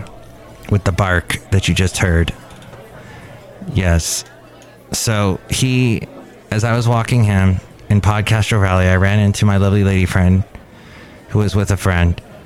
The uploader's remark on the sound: podcasts live from Café Anyway